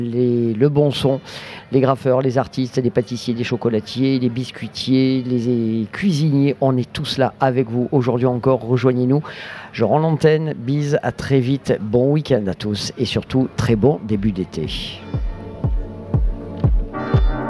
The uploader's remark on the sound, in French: Troisième et dernier plateau de Radio Grenouille au Street Food Festival, le festival de la nourriture de rue, place de la Major, remplie de saveur.